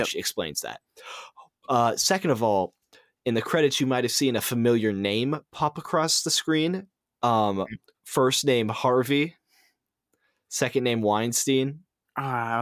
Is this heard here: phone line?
no